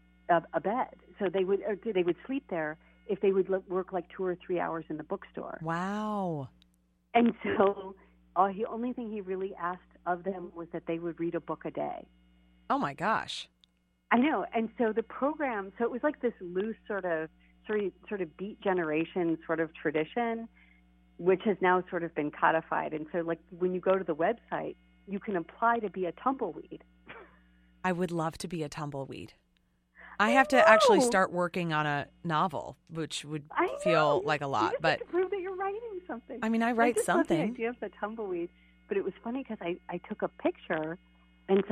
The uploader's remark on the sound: I called in from Paris this week, and I am hoping that I signed up for the right AT&T international plan!